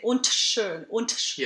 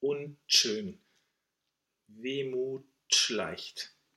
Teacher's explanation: We actually connect the T esh so that we end up with a ch. · Shown in: second take